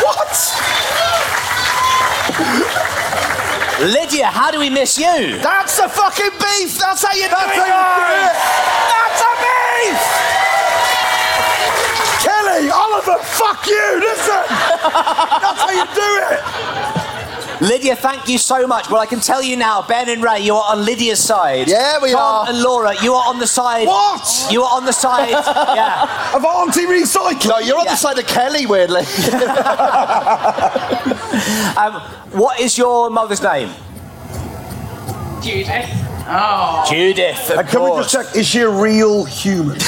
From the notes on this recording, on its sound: Recorded live at the Latitude Festival.